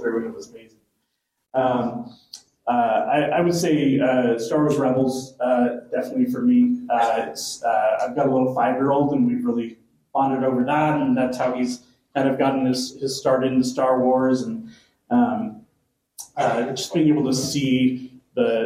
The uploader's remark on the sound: This panel discussion was pre-recorded at the FanX Salt Lake Comic & Pop Culture Convention.